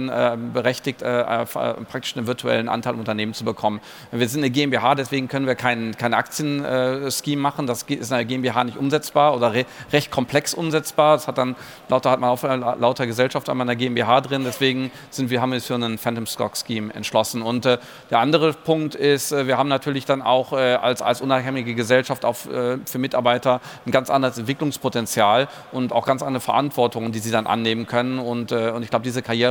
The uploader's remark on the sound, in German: Live Event. Wir sind zum 20igsten Jubiläum live auf der digitalen Messe der Baubranche digitalBAU zu Gast.